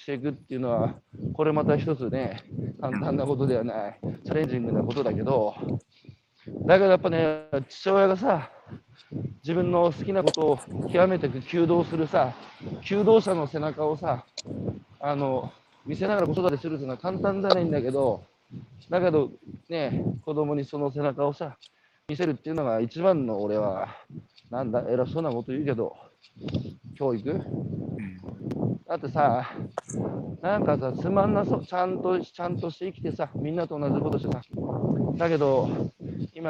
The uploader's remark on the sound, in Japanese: 歩きながら1時間、対談する。